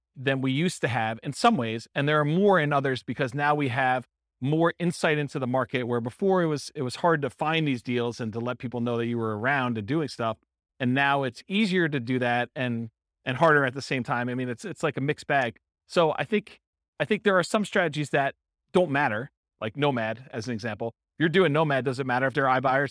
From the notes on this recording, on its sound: Real estate entrepreneurs in Elk Grove, California. This was a live class recorded. Live in-person version.